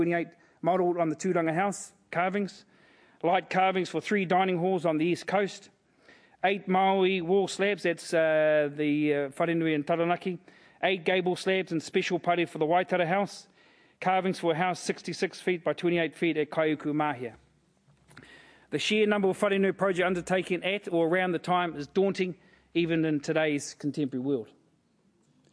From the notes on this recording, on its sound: As part of this year's Sir Apirana Ngata Memorial Lectures.